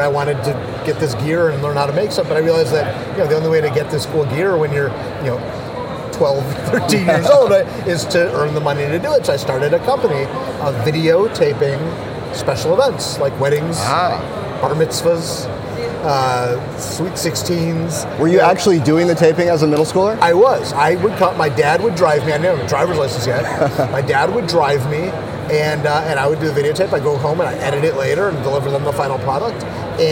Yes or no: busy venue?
yes